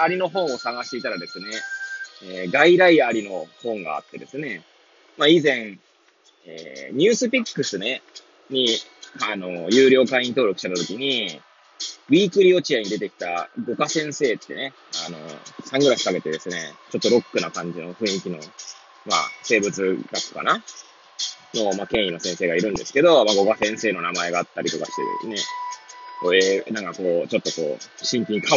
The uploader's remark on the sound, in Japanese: Airpods を付けた状態で、車中で収録しており、雑音などが入る可能性があり、ご容赦ください。